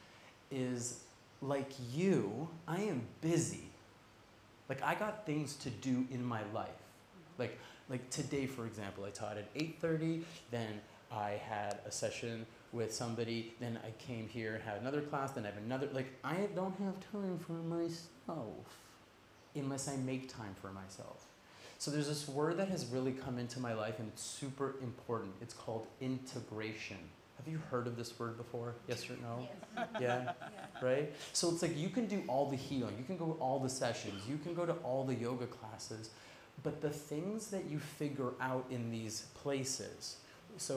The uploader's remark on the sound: recorded live from Bali